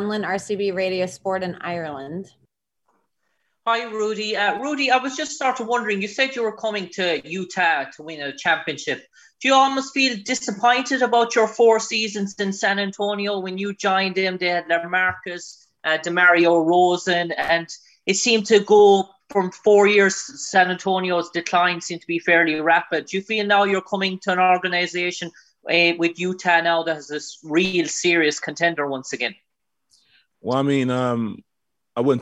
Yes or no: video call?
yes